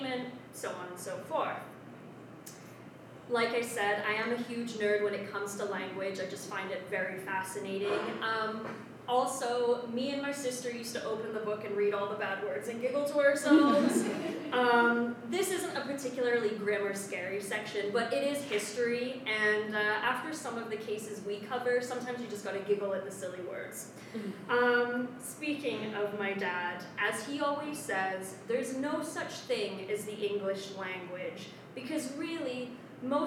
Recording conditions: poor sound quality